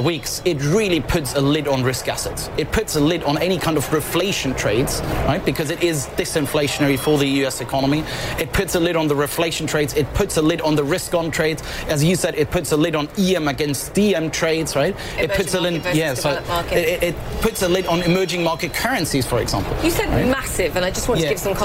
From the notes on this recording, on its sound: live from the New York Stock Exchange